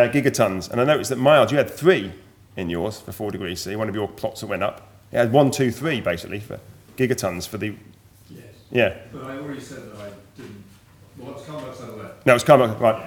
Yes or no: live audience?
yes